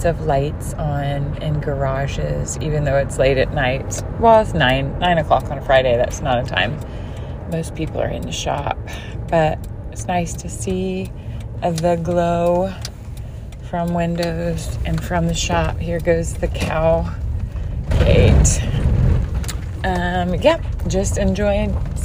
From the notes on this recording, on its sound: NASHVILLE STREET SOUNDS